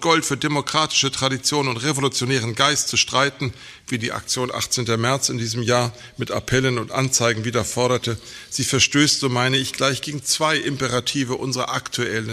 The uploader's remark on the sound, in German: Er hielt den Vortrag im Rahmen der Tagung ‚Friedhof der Märzgefallenen.